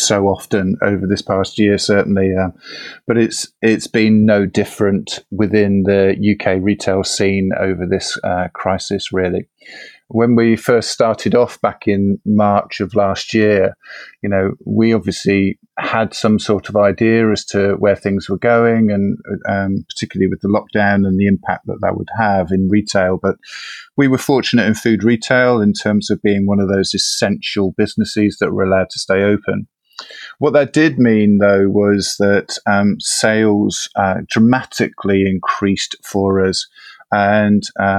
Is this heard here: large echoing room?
no